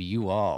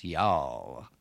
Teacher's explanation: it's nigh on to impossible to keep you all from gliding out as y'all · Shown in: second take · Term: Southern drawl